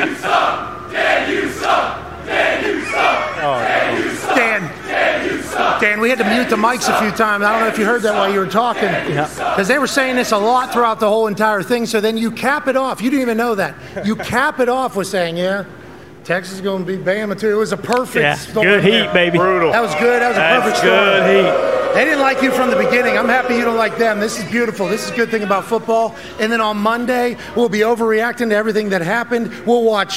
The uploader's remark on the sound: LIVE from the set of College Gameday in Tuscaloosa, Alabama.